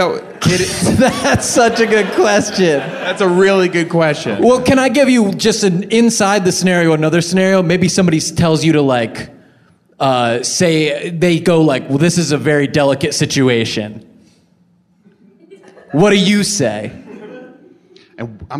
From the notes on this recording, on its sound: appear in front of a live audience